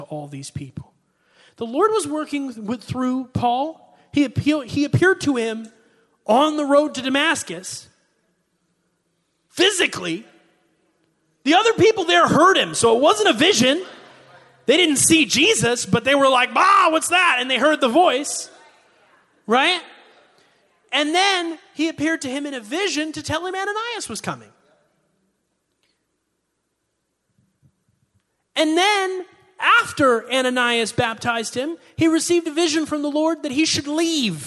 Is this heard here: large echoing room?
yes